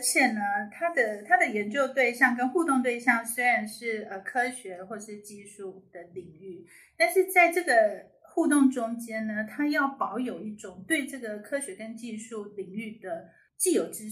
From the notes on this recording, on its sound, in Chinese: 首次錄製音質有待加強，建議使用耳機聆聽。